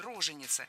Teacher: Причем роженица – вариант предпочтительный. А ударение на первом слоге – роженица – считалось ошибкой. Но сейчас все изменилось.